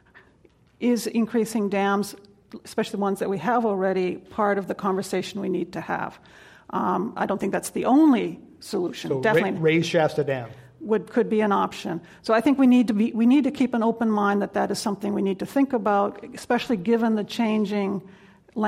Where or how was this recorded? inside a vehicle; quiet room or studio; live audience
live audience